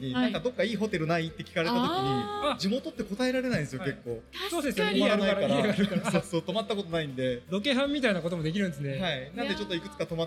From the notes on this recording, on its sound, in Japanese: 展示会の会場で実施した公開収録